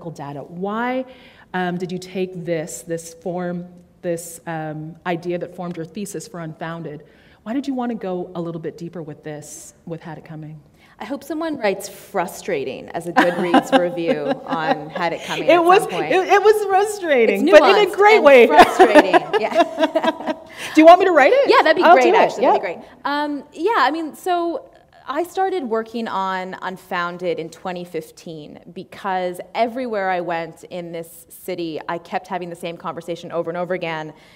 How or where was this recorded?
live audience